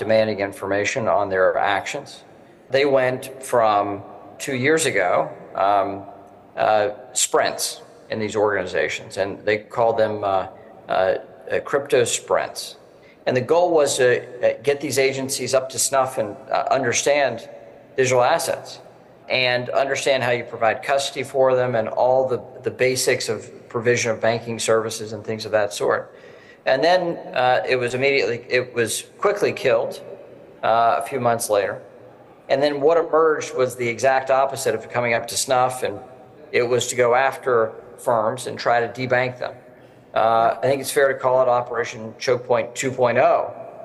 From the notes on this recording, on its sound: CONSENSUS 2023: Lawmaker Town Hall. A Consensus 2023 panel.